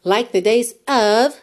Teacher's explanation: Que é O-F, mas a pronúncia é A-V, né? Não é um O mesmo, é um A-A, aquele som mais bobo